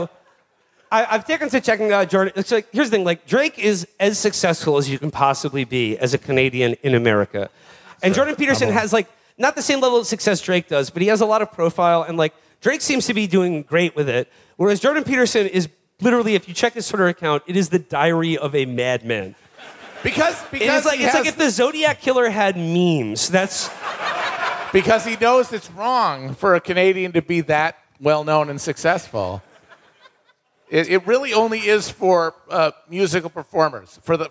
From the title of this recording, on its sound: Live from Montreal